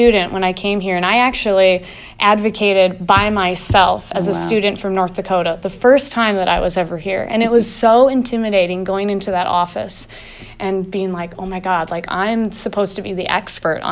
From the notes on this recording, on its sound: live from the 2018 APTA Federal Advocacy Forum in Washington D.